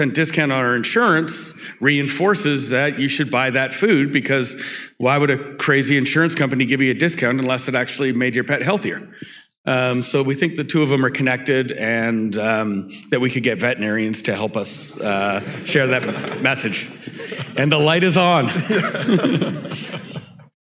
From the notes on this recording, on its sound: This is a live recording of the fireside chat. At RV Capital's 2022 Annual Gathering in Engelberg, Switzerland.